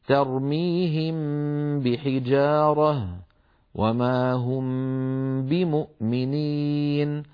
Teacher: تخفى الميم الساكنة بغنة إذا أتى بعدها حرف واحد وهو الباء، نحو ترميهم بحجارة وما هم بمؤمنين. إذن نطبق الشفتين على ميم ونباعدهما عن باء · أعيد تعريفه، الإخفاء هو نطق بحرف بصفة بين الإظهار والإدغام، عار عن التشديد يعني لا قلب فيه، لا قلب للميم لتصبح باء مشددة، مع بقاء الغنة في الحرف الأول يعني لا غنة مع الباء، الباء التي بعد الميم باء مجردة من الغنة